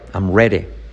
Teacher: La D como una R suave.